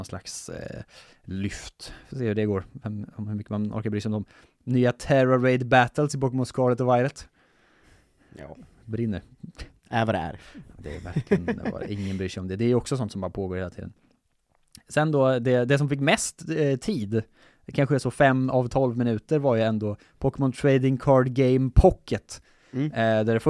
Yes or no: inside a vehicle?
no